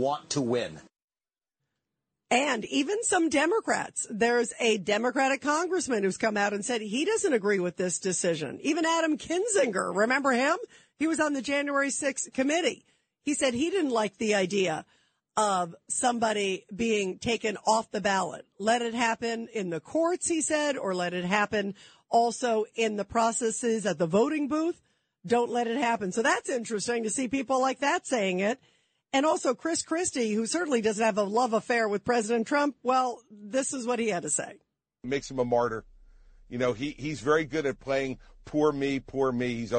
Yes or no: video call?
no